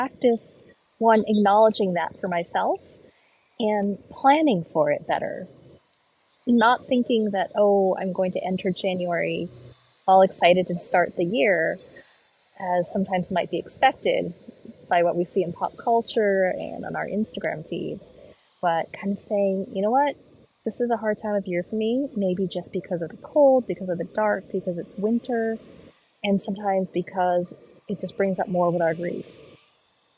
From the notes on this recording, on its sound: Postcard from Portugal. As I walk and talk from the streets of Lisbon.